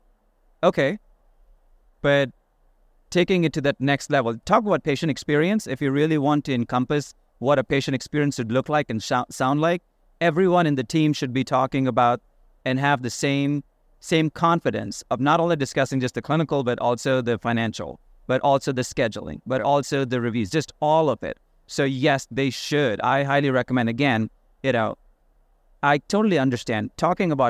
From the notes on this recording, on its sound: In this episode recorded at SmileCon in Orlando, Fla.